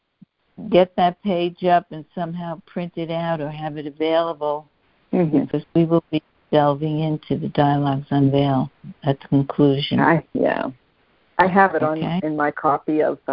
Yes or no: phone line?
yes